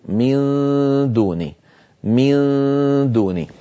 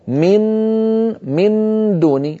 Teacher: لما أنطق النون الساكنة عند الدال لا أقرع بطرف اللسان مخرج الدال، وإنما أجعله قريبا منها جدا · Shown in: first take